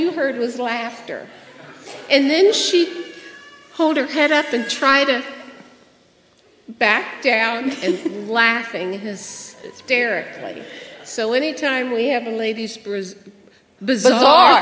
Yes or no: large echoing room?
yes